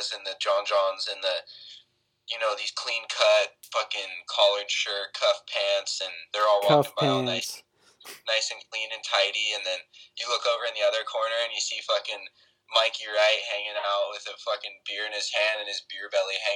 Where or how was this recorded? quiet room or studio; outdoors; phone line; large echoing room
phone line